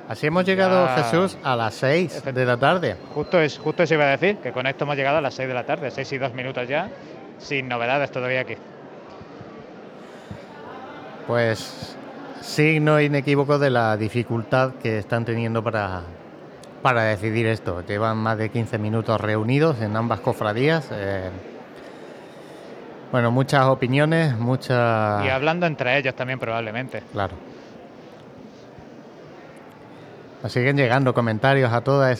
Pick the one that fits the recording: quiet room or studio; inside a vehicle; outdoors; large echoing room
outdoors